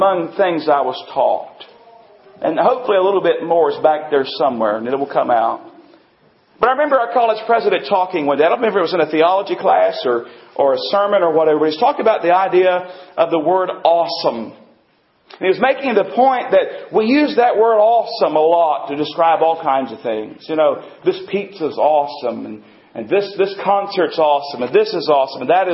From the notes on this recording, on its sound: Recording includes part of our Christmas Service